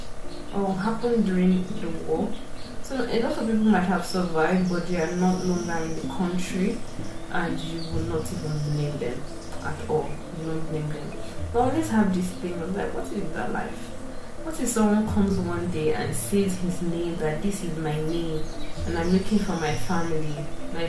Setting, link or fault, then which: fault, sounds in the background